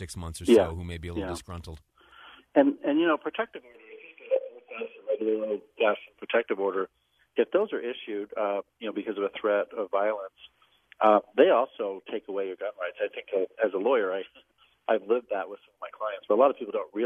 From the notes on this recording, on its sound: over the phone